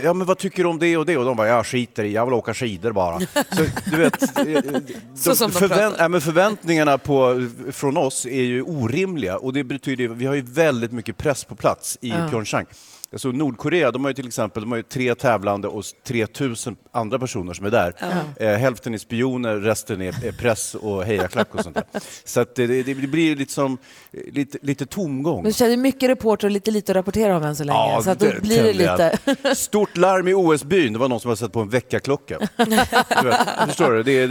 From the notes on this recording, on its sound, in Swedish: Live från Fjällkalaset!